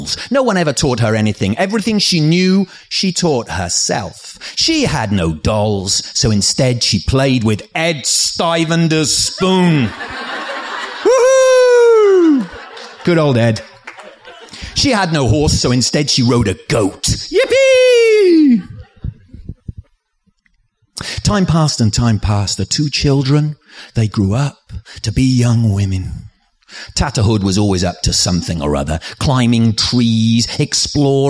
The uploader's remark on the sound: Recorded live at the 2014 National Storytelling Festival.